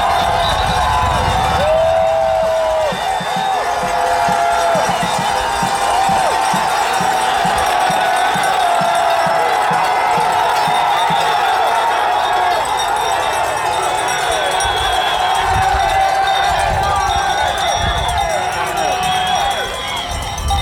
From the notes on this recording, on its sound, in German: Endlich ist der Tag gekommen und der UTMB steht an. Wir haben rund um das Event Stimmen aufgenommen und euch die Atmosphäre eingefangen.